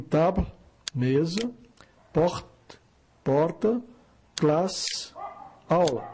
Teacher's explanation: O E mudo não soa no fim das palavras